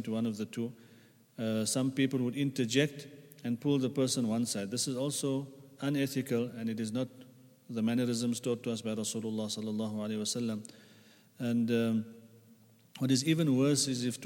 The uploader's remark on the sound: at the Houghton Masjid (West Street)